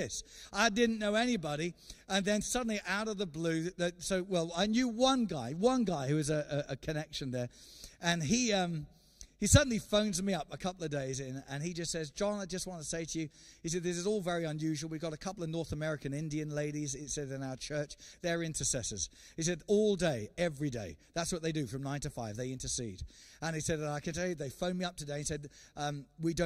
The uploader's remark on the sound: recorded Sunday 13 September 2020, 10:30am service.